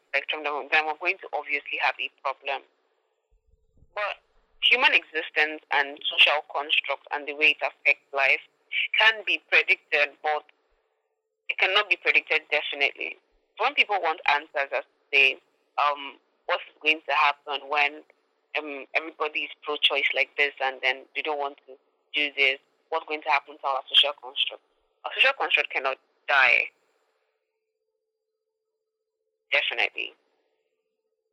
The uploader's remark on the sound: An episode with my first phone guest